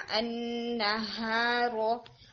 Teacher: हाँ को बोलते हुए ना हम थोड़ी एयर, जो आपकी एयर है वो आपने बाहर की तरफ पुश आउट करनी है. यानी हम जैसे हम कहते हैं तो आपका जो हाँ है वो काफी वीक आ रहा था, नहा नहा, जैसे उसमें हवा बाहर नहीं आ रही, नहा नहारो.